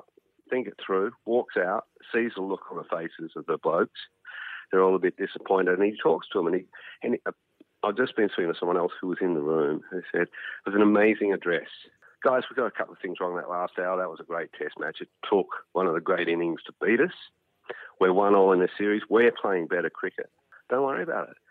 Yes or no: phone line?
yes